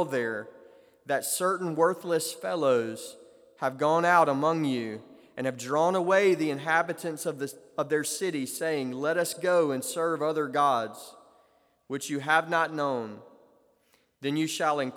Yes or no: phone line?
no